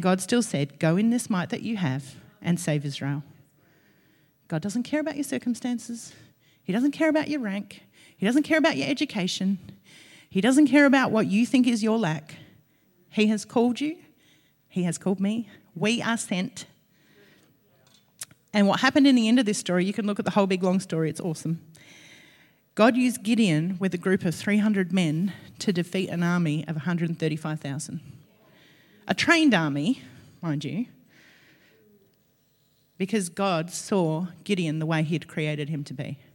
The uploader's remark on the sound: LIVE at Echo Church